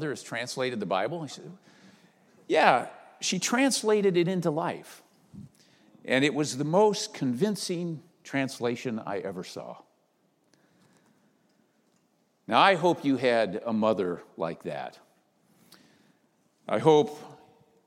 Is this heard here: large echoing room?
yes